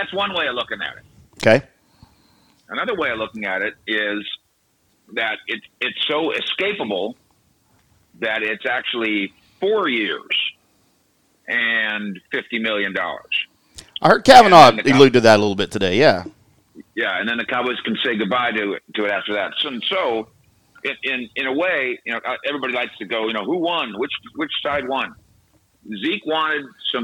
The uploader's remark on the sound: joins us via phone